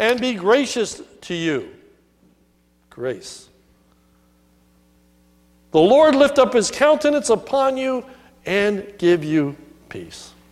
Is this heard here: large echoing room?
yes